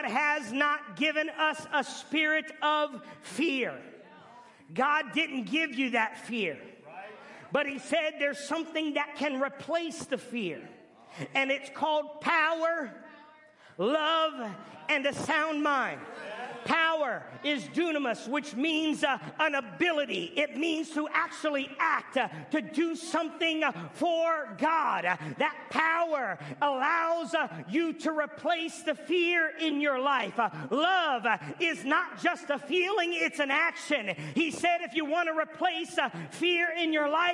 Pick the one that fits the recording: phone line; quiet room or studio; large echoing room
large echoing room